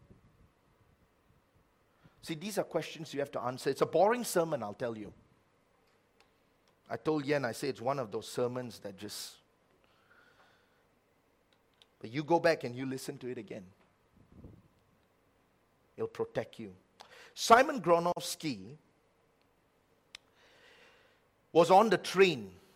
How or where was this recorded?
large echoing room